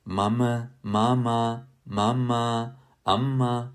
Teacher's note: ම, බ, ප වගේ තොල් එකට එකතු කරලා නිකුත් කරන ශබ්ද, එහෙම නැත්නම් bilabial sounds ඇතුළත් වෙනවා.